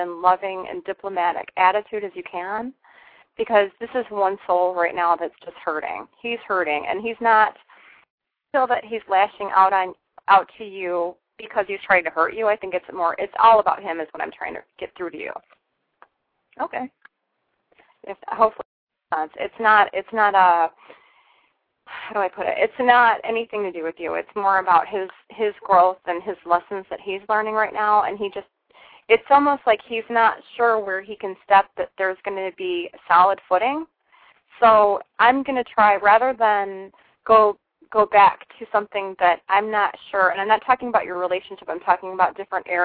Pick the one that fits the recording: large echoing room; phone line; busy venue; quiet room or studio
phone line